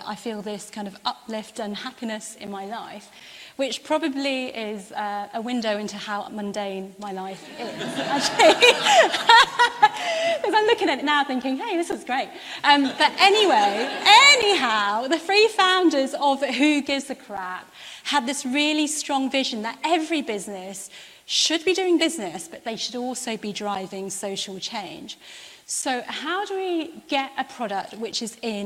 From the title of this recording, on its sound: Live from IWITOT 2022